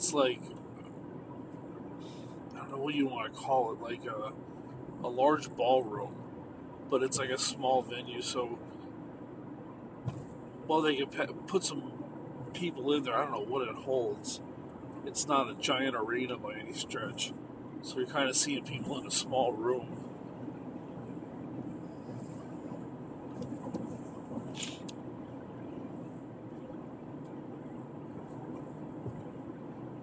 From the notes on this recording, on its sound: Just another night in the car on the road